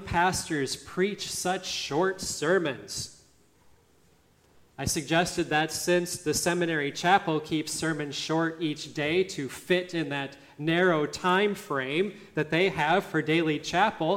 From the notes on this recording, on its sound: listening to the service at Grace Lutheran Church, Lexington, MO